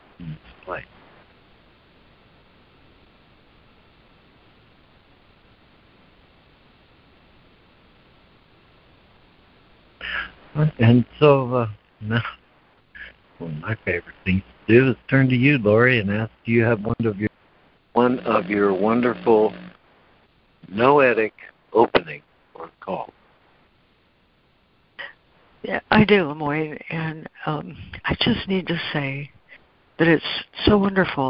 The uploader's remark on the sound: ACIM Daily Conference Call.